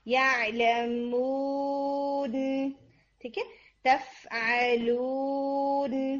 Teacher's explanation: تفعلون، لو بالکل ریلیکس ہوگا، اور اس کے اندر واو کے اندر نیزل ساؤنڈ نہیں جانی چاہیے